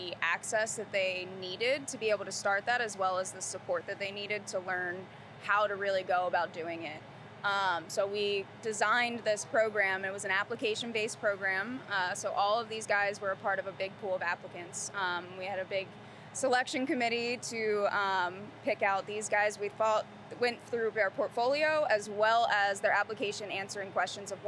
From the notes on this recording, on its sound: goes on location at Queens University where artists from Brand the Moth paint a mural outside Hadley Theater